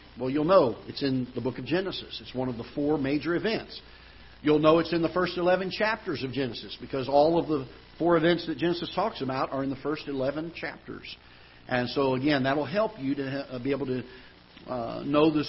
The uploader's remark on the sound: Ketha Heights Baptist Church ~ Live Broadcast